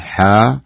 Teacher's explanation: الحاء لا تمد إلا بمقدار حركتين فقط · Term: مدا طبيعيا